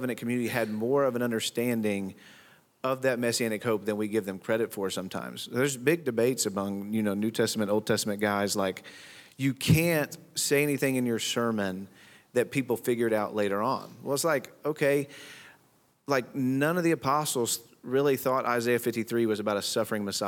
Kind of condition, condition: setting, live audience